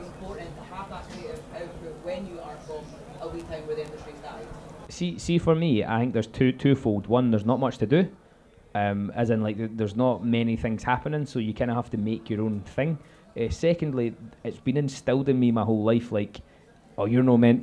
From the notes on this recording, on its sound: This podcast was recorded in the Southsider Sidelounge on the 22nd of August as part of the PBH Free Fringe.